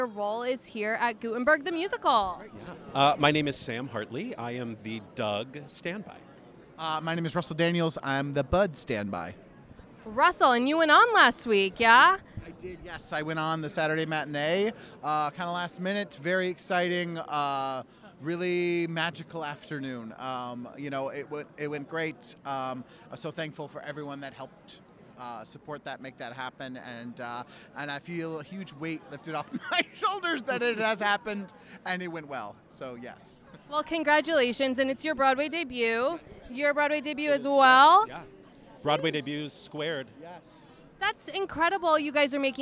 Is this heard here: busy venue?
yes